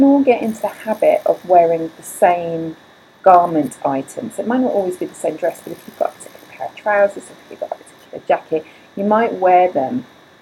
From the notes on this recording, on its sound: there is some glitches with the audio, apologies I was not aware until editing, I believe it the fan of the computer, and it's not something I could remove or reduce.